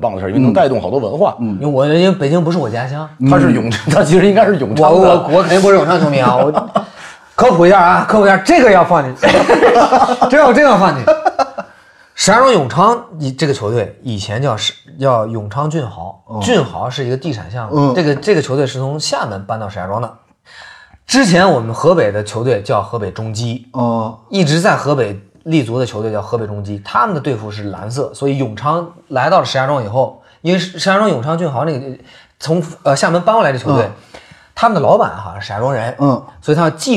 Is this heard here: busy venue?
no